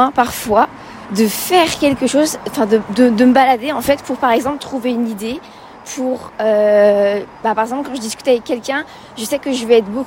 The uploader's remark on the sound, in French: Un épisode enregistré sur le chemin pour aller faire quelques courses à l'épicerie.